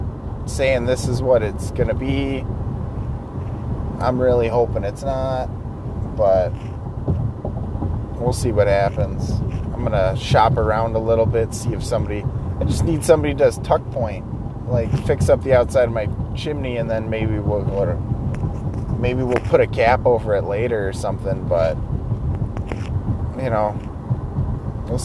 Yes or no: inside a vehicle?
yes